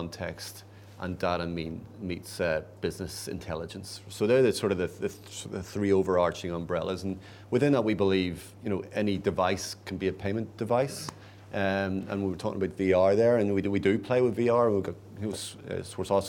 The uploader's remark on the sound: a recording of a recent event we heard at our headquarters, near London Waterloo, called Innovate BIG Breakfast.